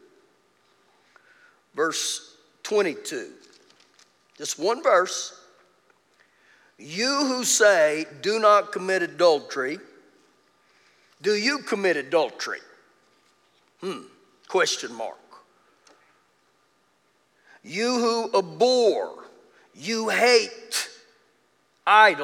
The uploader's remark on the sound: Recorded live during our Wednesday night service